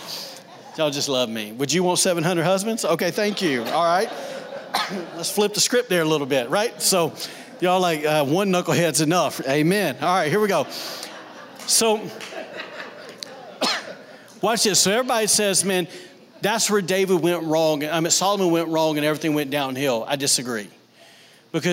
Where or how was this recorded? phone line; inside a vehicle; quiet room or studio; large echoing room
large echoing room